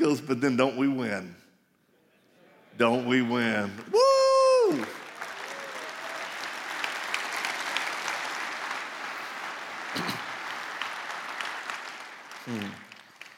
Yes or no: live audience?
yes